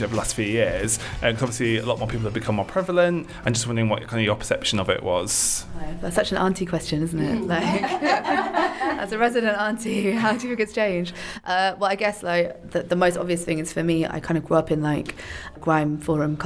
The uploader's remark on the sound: Running monthly for the past few years at Southbank Centre in London, Violet Nights is a real-life forum for online conversations with music, performance and discussion in front of a live audience.